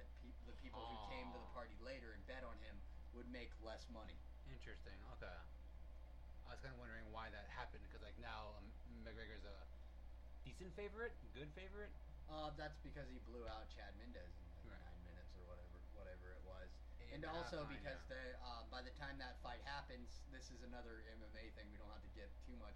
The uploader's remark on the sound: I would like to apologize in advance for the quality of the audio (yes, we know it's a bit on the soft side.)